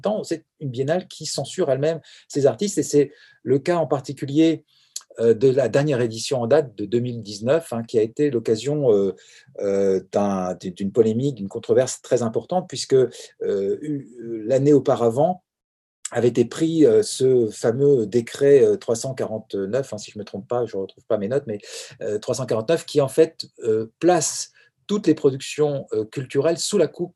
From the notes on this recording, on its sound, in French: Enregistré sur Zoom le 4 février 2021